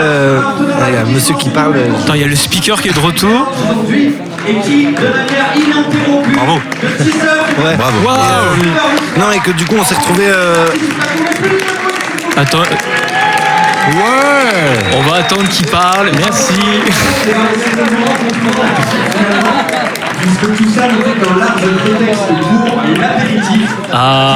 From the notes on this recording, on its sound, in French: RADIOMFest. Se déroule comme un générique de film sur le plateau des radios tarnaises du FOMAC 2022.